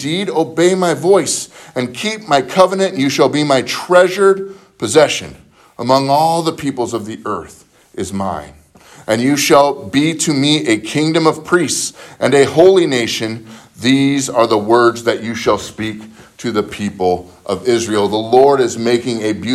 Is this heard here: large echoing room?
yes